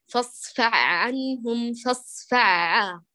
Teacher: جعل من العين مشددة وأدخل فيها الحاء، أدغمت إدغام كامل · Term: إدغامها